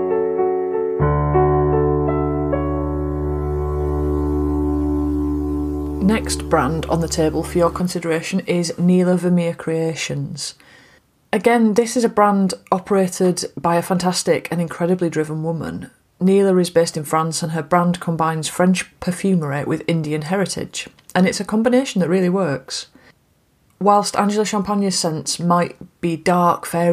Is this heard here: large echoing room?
no